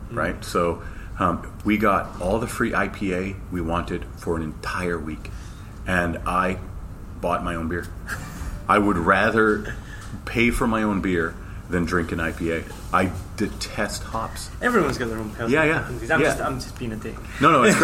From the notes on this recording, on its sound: So apologies for the background noise, we were in the hotel restaurant that was thankfully mostly quiet.